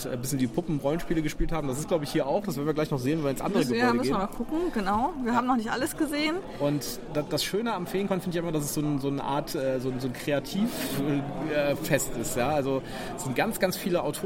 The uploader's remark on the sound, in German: Wir waren auf dem FeenCon 2023 in Bonn und haben uns diese altehrwürdige Veranstaltung angesehen. Wir berichten Live vom Veranstaltungsort.